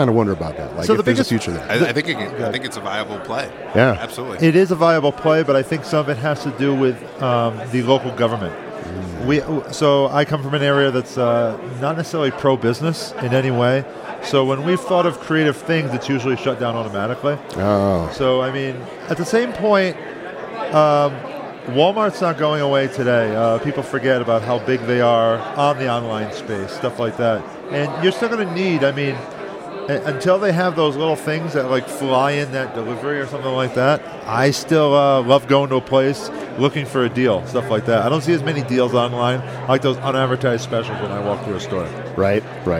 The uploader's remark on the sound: Recorded live from the Best Ever Conference in Keystone, Colorado.